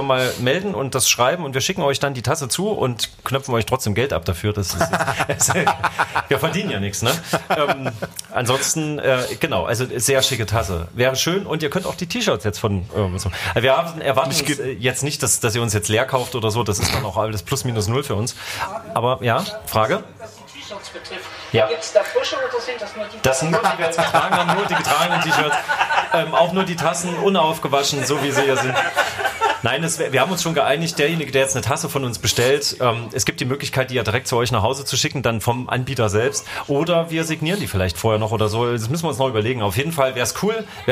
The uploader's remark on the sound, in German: LIVE 01-Cafe Füchsen, Juli 2022. In einer Live-Veranstaltung ihrem Publikum. In kuscheliger Café-Biergarten-Atmosphäre. Laden das Publikum später zu einer Art Mitmach-Q&A ein.